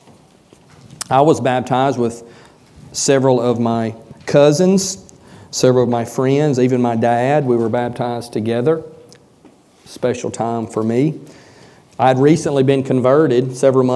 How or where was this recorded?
large echoing room